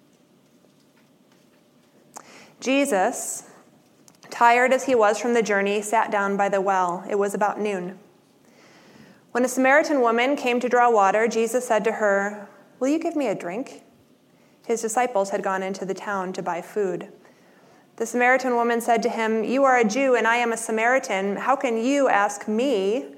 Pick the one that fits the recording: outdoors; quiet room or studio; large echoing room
large echoing room